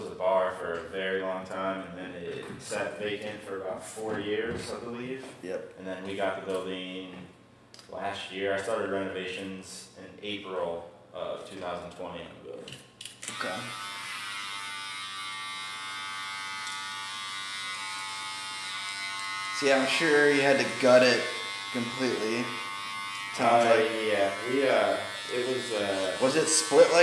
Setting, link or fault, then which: setting, busy venue